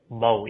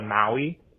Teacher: Americans really flatten out that kind of A vowel sound in it. · Shown in: second take · So, like, in Hawaiian, it is more of like Maui as opposed to Maui.